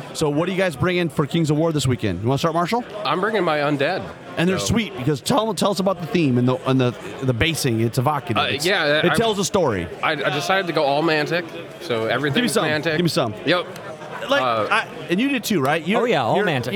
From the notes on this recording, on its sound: Continues our on-site Adepticon coverage with recordings from Friday March 24, 2023. Today we bring you more fantastic player interviews.